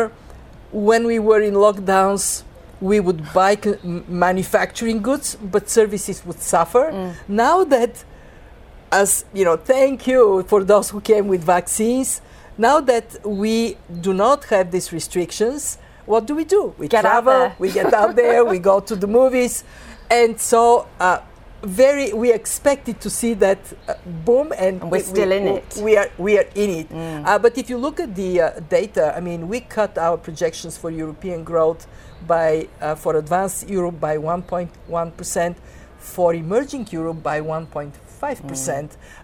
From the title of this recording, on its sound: Live from the World Economic Forum